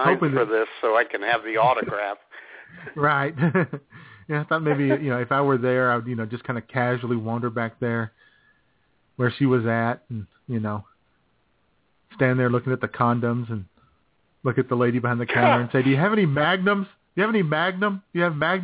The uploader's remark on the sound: All the while taking your phone calls.